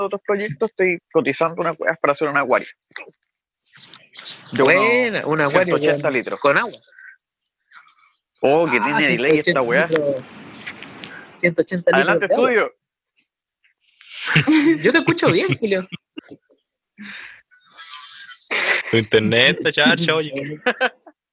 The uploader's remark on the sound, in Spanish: O intentando grabar por zoom. Capítulo especial....con sonido especialmente malo xD. Intentamos grabar por zoom y el contenido nos quedo super bueno!....aunque la calidad del capítulo no lo es tanto.